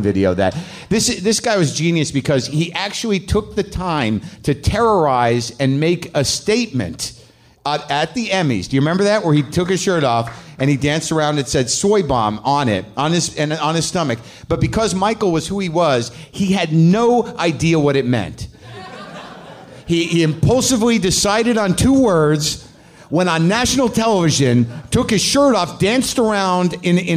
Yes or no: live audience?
yes